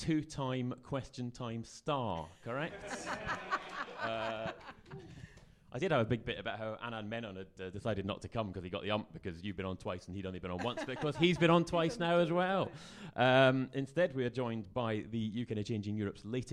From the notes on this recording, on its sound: In a special live episode